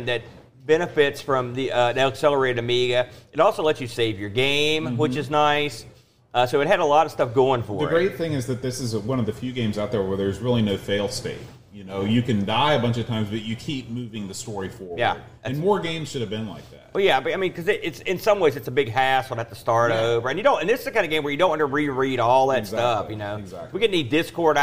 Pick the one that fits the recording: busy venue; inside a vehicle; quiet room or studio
busy venue